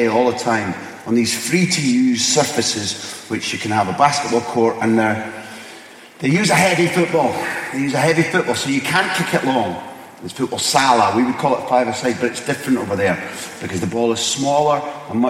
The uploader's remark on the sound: Live: The Q &